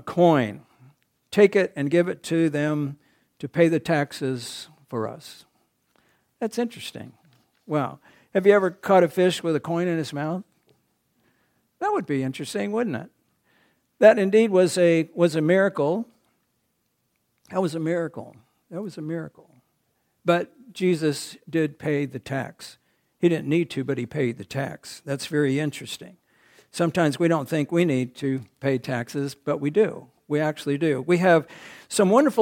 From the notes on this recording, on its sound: At the Ringgold Seventh-day Adventist Church.